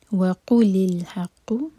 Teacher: آیہ 29 میں رولز وَقُلِ الْحَقُ، واو کے لیے ہوٹ کول، اور واو الگ ورڈ ہے اور قل الگ، تو قاف پر زور دیں گے